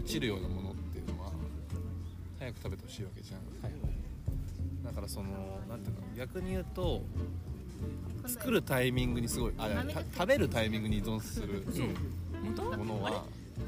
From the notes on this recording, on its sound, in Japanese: ピクニックしながらレコーディングしたため、隣に妻たちの女子トークが混ざってたり。